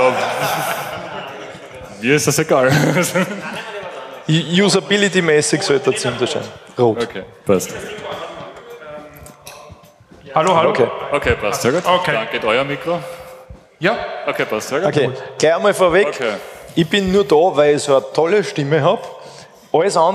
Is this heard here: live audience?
yes